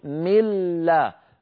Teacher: نقول ملا فنرفع اللسان مرة واحدة للحرفين · Term: الإدغام